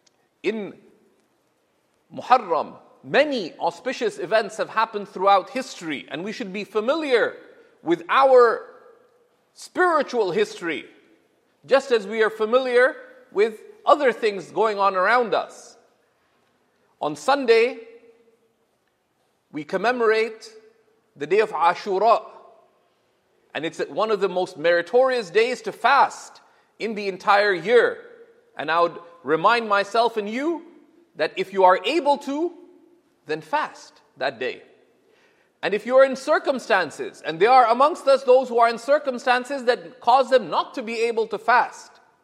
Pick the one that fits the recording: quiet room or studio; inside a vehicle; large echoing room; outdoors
large echoing room